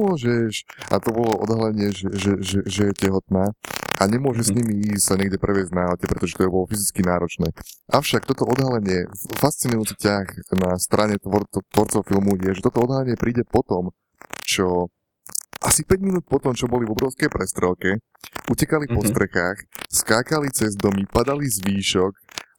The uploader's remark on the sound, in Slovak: Ospravedlňujeme sa za nižšiu kvalitu nahrávky – naše nahrávacie zariadenia boli roztržité.